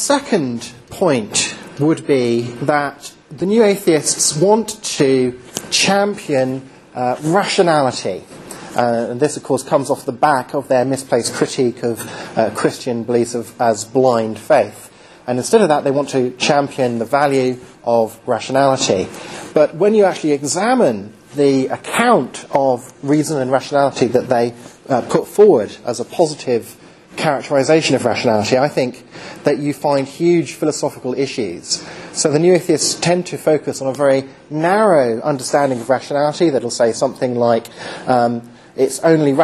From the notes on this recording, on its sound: Recorded at Highfield Church Cardiff, 13th November 2010.